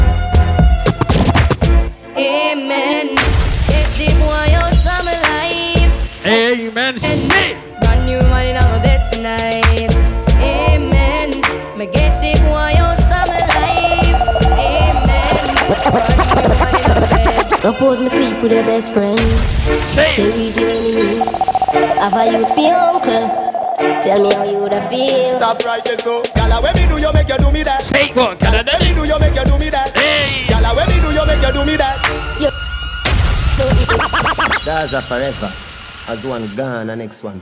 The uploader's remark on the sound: ROYAL ROOFTOP PARTY LIVE AUDIO